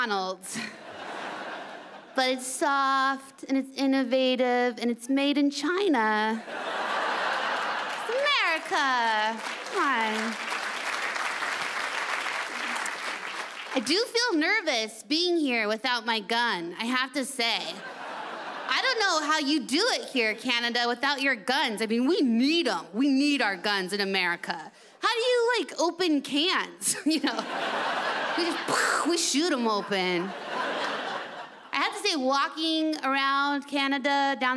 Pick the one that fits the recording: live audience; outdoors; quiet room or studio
live audience